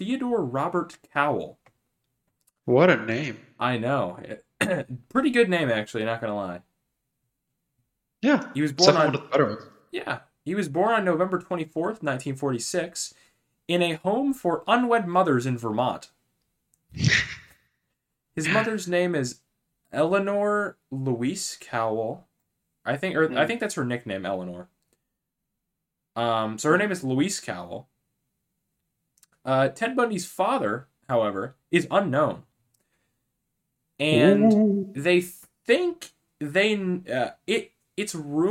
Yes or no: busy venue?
no